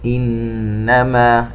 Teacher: نون مشددة تغن بمقدار 2 حركات